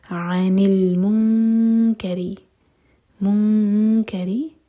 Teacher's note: منکری نون کی آواز کو چھپائیں گے اور کیف کے لیے زبان تیار کریں گے